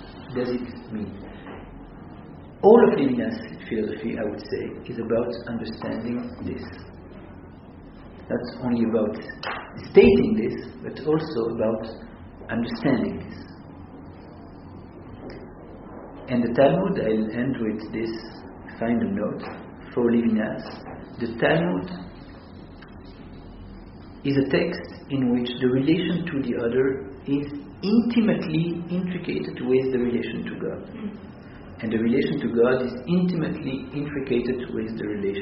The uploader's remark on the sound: This audio was originally recorded on 10/21/2014 as part of Drisha's Fall Daytime classes.